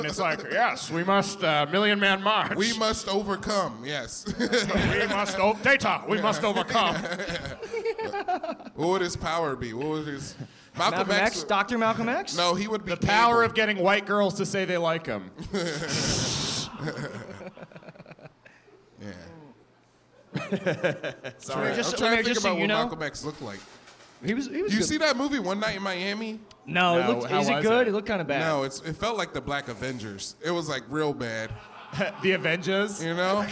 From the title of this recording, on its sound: LIVE from the Ottobar